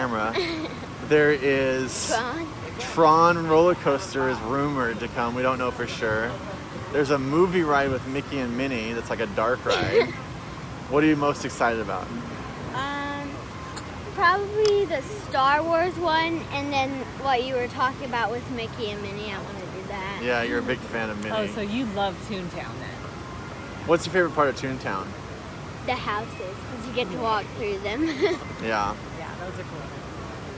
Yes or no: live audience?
no